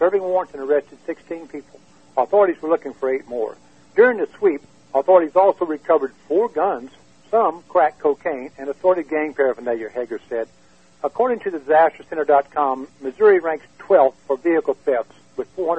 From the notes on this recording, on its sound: Drug Policy Alliance teleconference